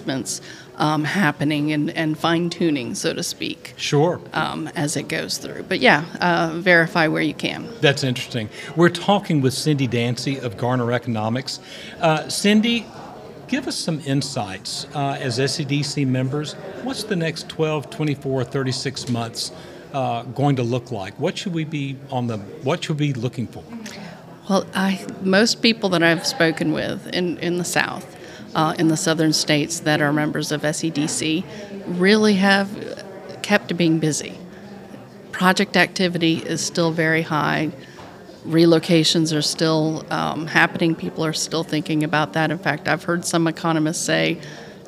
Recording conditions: busy venue